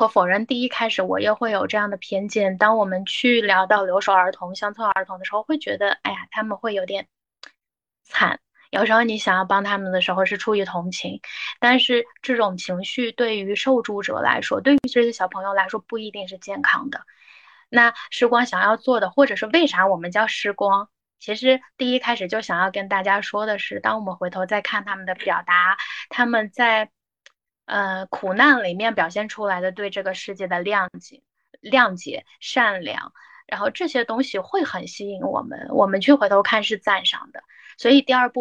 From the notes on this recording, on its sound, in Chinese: 因各位嘉宾分散各个城市，此次音频采用腾讯会议录制而来。